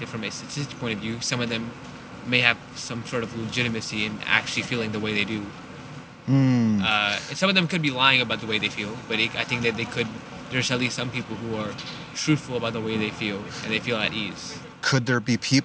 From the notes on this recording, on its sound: Location: San Antonio, Texas. Recorded w/Go-Pro.